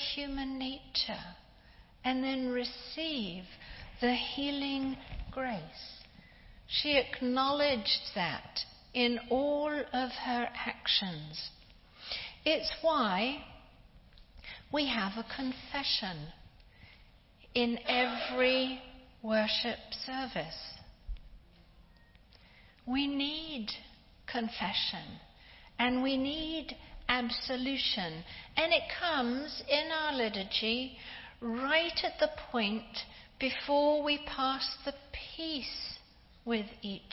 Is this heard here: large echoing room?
yes